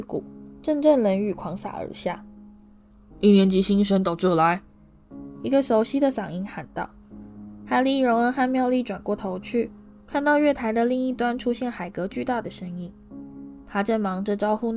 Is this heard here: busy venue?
no